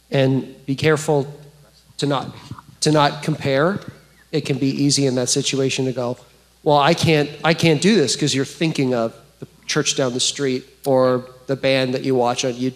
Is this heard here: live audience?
yes